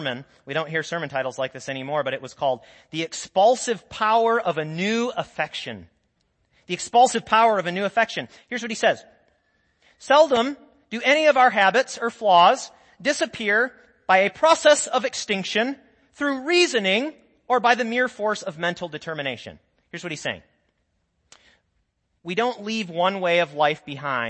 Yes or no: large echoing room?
yes